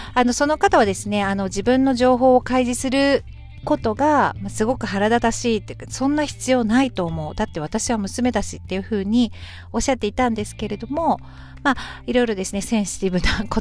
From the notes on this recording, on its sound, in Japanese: 今日はランチタイムの時間に、駐車中の車の中から配信しています。